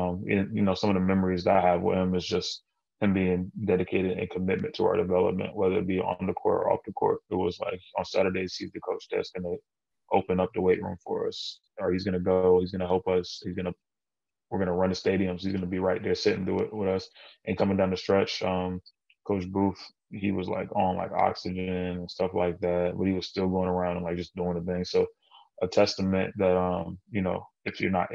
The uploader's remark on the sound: The two record this podcast virtually